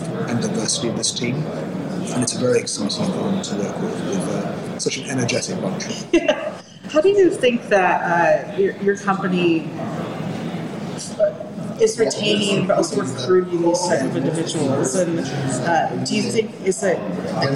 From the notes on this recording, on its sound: At supply chain tech conference Manifest in Las Vegas.